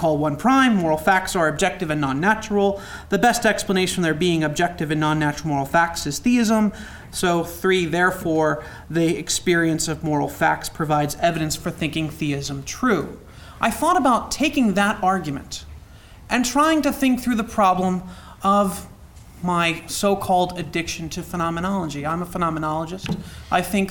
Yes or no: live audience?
yes